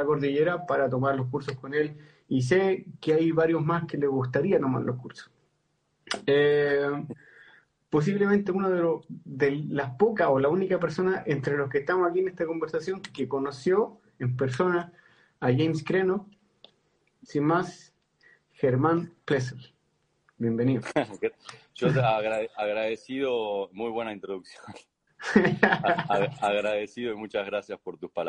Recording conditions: video call